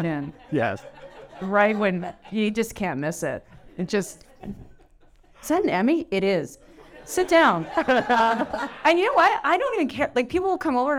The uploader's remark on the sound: Nestled in Yorkville’s cozy and luxurious Kasa Moto restaurant. In front of an audience for another recording of Mission Critical live, presented by Veuve Clicquot.